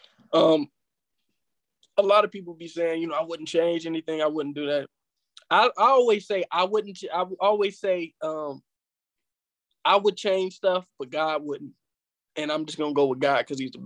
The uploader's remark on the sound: We met virtually.